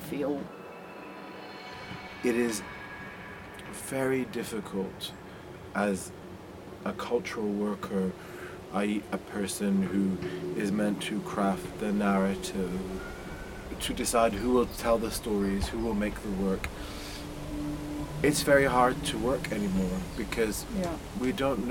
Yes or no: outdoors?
yes